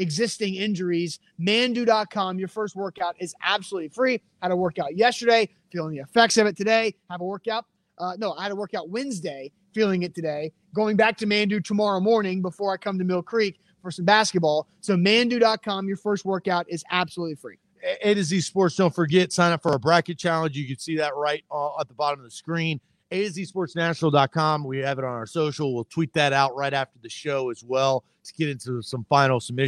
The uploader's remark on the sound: LIVE from Mill Creek Brewing Co